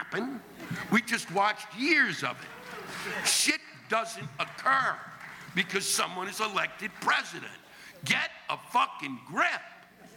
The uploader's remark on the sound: This week’s live rants come from the Horseshoe Casino in Tunica, Mississippi on October 14, 2016.